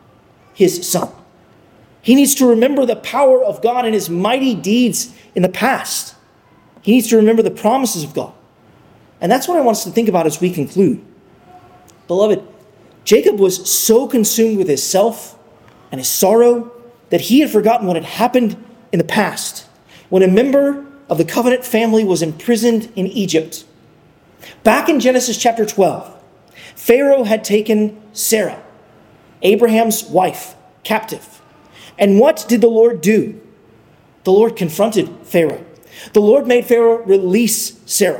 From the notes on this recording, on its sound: Sermon preached. At Arlington Baptist Church in Arlington, Virginia.